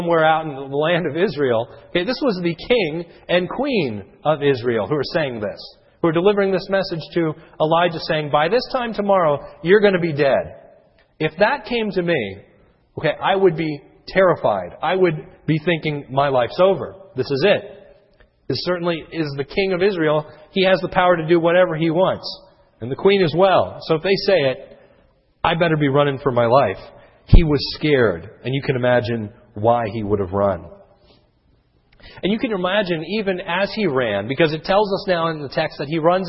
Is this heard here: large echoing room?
yes